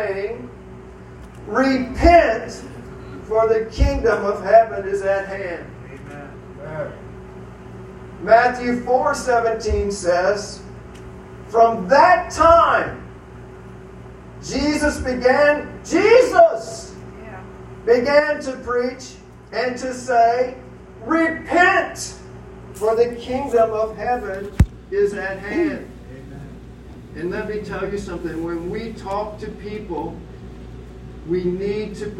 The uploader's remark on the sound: The audio of this sermon is challenging, but worth the listen.